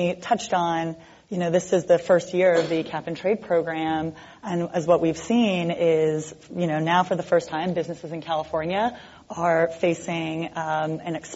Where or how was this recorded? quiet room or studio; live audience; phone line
live audience